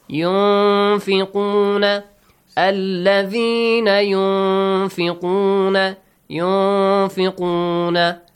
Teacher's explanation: The ghunna sound, the nasal sound comes, okay? We produce the nasal sound, and we hide the sound of noon.